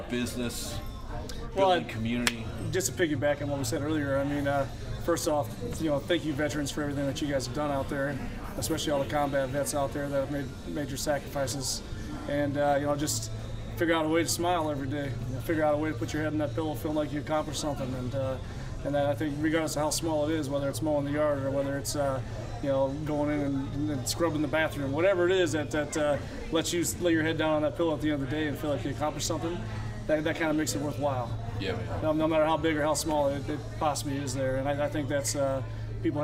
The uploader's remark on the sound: Recorded at the Gypsy Highway Bar and Grill in Davenport, Iowa. Recorded at the Gypsy Highway Bar and Grill in Davenport, Iowa.